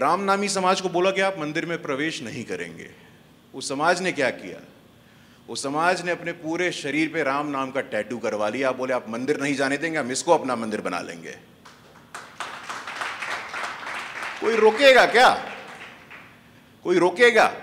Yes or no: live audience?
yes